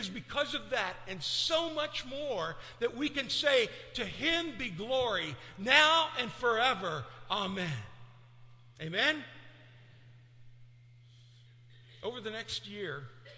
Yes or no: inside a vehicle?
no